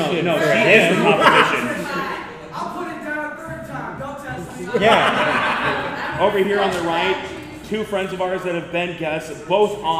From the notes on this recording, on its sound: Anime Iowa Panel. The audio from our panel from Anime Iowa.